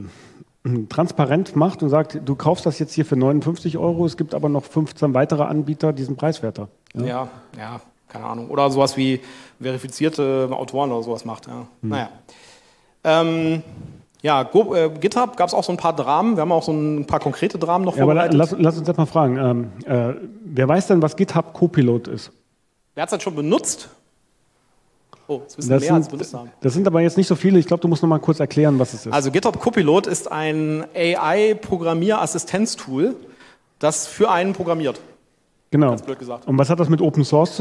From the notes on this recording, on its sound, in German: Froscon2022. Diskutieren gemeinsam mit dem Publikum auf der Open Source Couch.